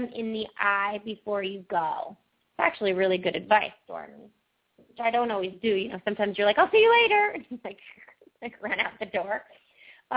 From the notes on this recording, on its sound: Open up the lines for listeners to call.